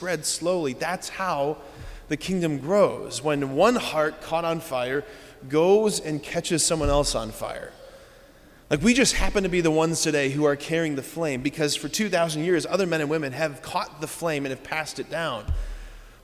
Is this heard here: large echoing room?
yes